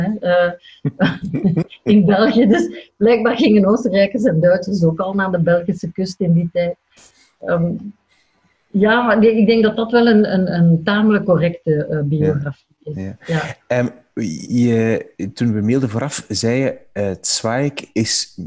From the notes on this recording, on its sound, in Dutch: Via de webcam. Deze aflevering is opgenomen in volle coronacrisis, dus op afstand. Zat thuis in Leuven, ik in Gent.